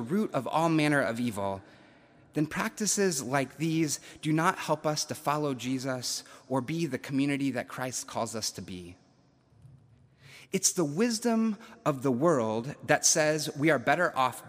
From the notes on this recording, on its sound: September 19, 2021, at Duke University Chapel